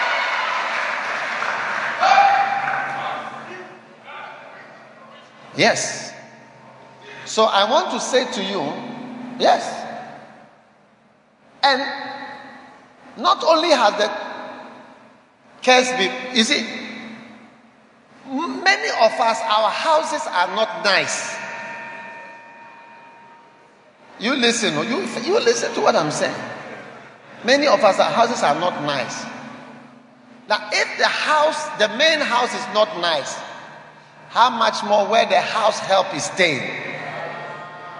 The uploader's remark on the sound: Preached at Holy Hill Chapel, Accra.